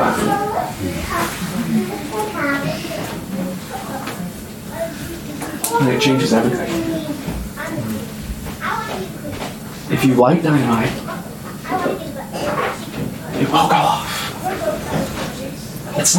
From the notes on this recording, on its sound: Sorry for the bad audio quality on this episode